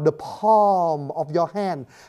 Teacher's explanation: Nhưng mà cái chữ A ở trong cái chữ palm nó nửa A, nó nửa O · Term: âm nửa A, nửa O